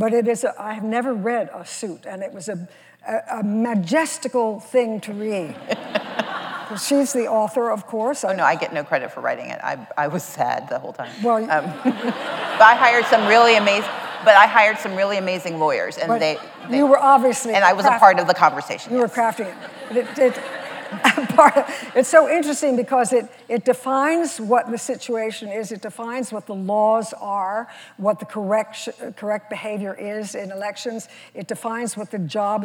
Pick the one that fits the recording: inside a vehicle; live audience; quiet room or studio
live audience